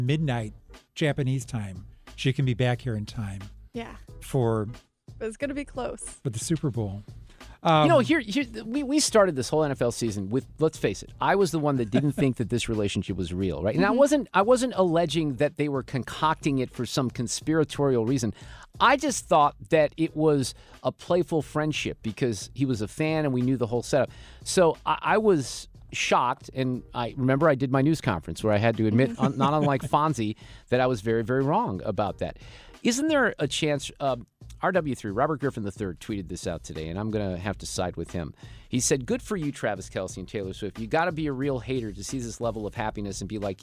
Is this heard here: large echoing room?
no